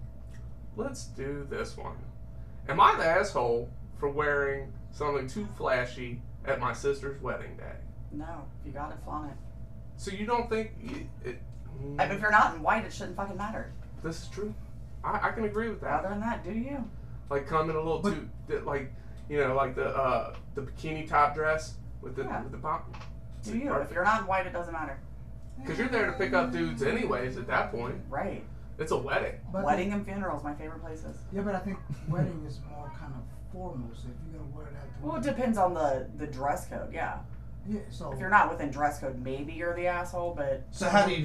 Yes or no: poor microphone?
yes